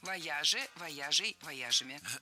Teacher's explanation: Правильный вариант – вояжей. Ударение всегда сохраняем на «я» во втором слоге.